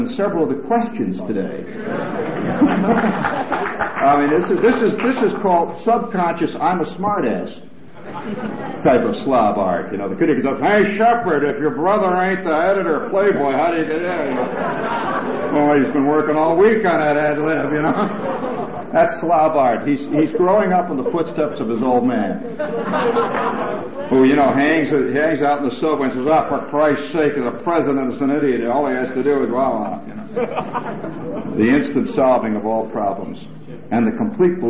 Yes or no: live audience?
yes